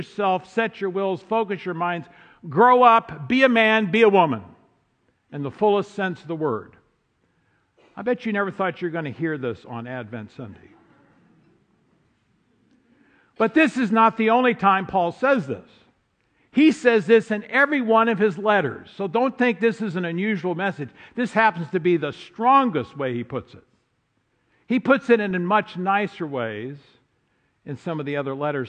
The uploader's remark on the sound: Driving Toward the Goal is a podcast of the Sunday morning worship service at Laguna Presbyterian Church.